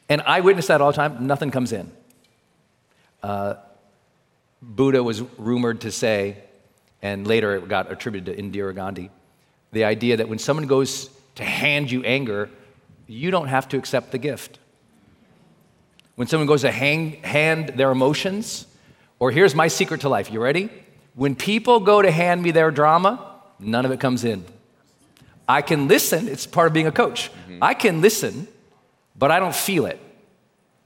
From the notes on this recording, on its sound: This conversation, recorded live in front of an audience at a recent GROWTH DAY event.